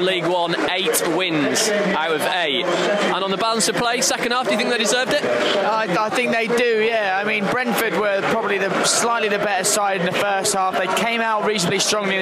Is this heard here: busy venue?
yes